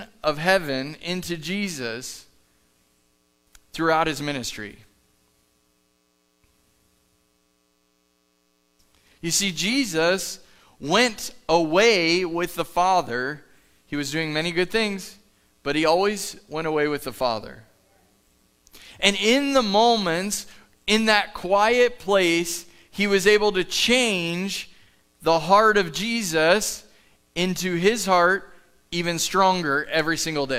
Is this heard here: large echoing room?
yes